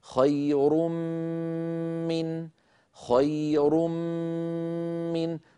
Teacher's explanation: الفرق بين خير من ومن يعمل أننا في الأول أدغمنا نونا في ياء والياء لا غنة فيها، بينما في هذا المثال الثاني أدغمنا تنوينا في ميم والميم فيها غنة، لكن الغنة الممطوطة تكون مع الحرف الأول المنقلب عن التنوين